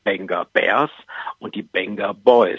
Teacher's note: Es gibt ja die …, genannt in Deutschland …, und die Venga Bears. Aber das V wird als B gesprochen